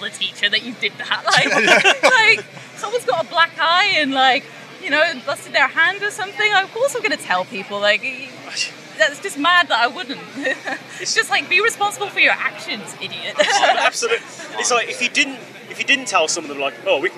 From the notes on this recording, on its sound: From our 'Live from Bloodstock 2023' series. We talk all about their set later that day at the festival.